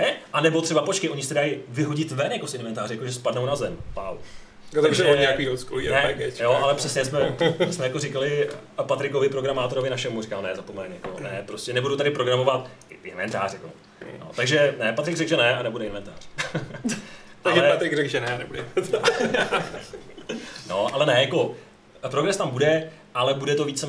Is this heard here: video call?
no